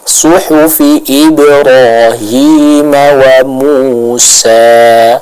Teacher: sadnya tebal dan ha-nya tipis dari tenggorokan bagian tengah